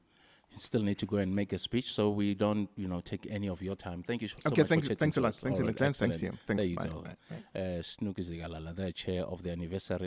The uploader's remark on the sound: we are coming to you live from Freedom Park in Tshwane for the commemoration of this important day